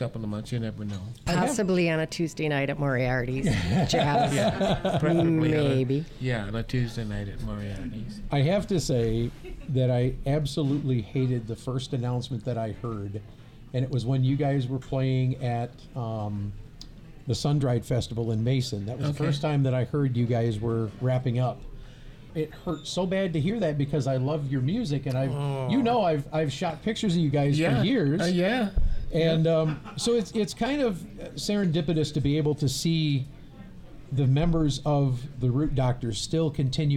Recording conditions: busy venue